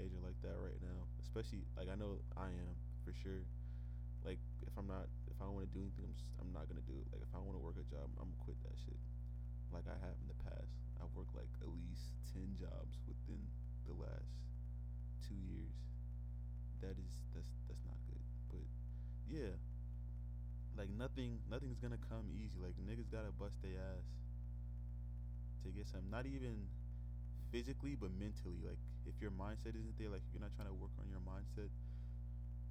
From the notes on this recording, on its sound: apologize fro the buzzing